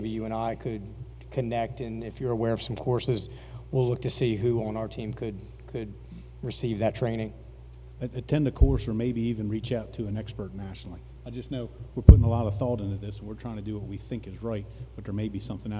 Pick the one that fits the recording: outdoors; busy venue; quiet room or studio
busy venue